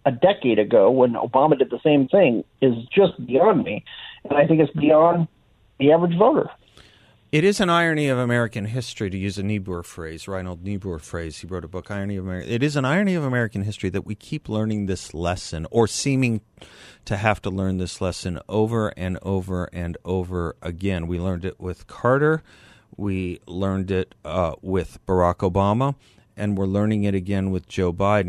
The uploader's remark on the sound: joins by phone